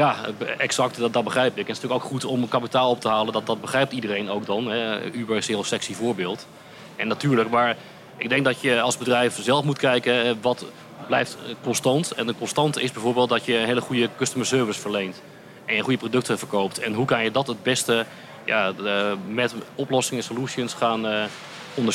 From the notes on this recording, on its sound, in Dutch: Deze podcast, opgenomen tijdens de vakbeurs Logistica – ICT & Logistiek, geeft een deel van de antwoorden.